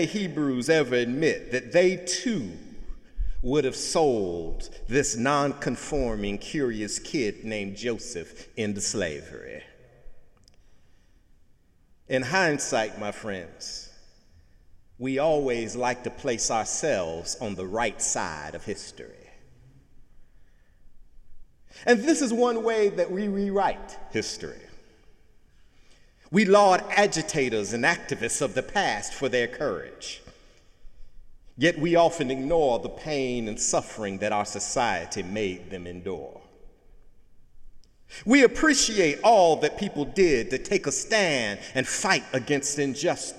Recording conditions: large echoing room